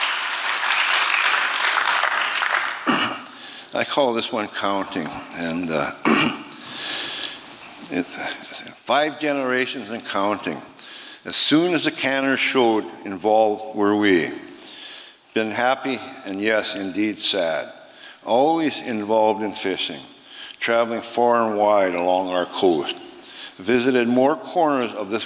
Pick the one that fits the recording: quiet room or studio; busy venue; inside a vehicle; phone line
busy venue